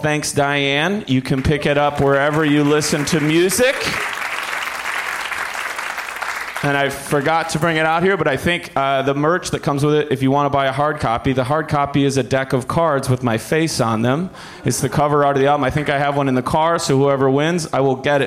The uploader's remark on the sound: Live from Largo in LA